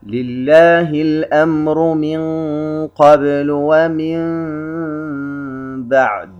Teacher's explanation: يعرف الإقلاب في اللغة على أنه تحويل الشيء عن وجهه، أما في الإصطلاح فهو جعل النون الساكنة والتنوين ميما مخفى بغنة عند الباء، والحرف الوحيد للإقلاب هو الباء.